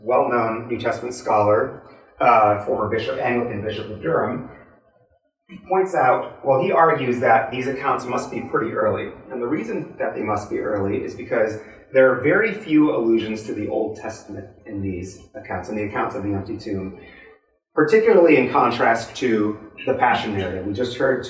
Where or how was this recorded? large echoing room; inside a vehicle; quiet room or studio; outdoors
large echoing room